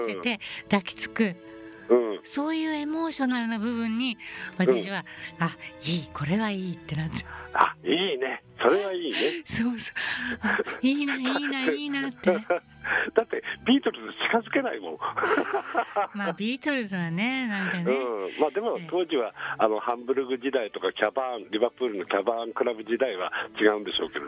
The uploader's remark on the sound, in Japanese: 電話インタビュー